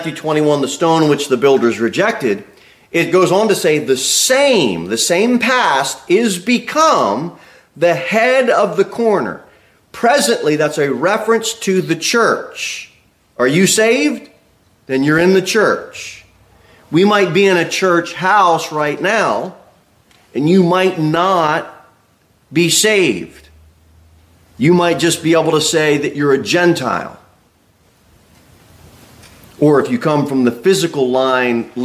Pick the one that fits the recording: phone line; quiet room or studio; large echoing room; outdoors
large echoing room